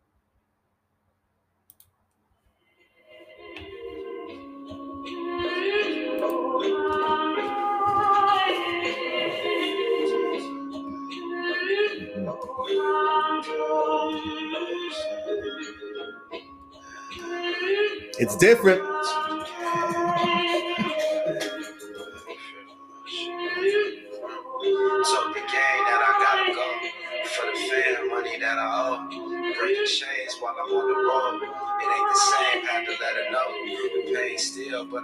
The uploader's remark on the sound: Sound issues.